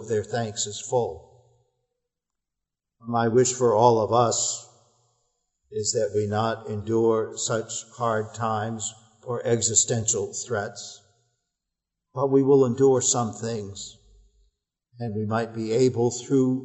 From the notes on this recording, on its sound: Our worship service at the Old First Church in Bennington, Vermont, November 22, 2020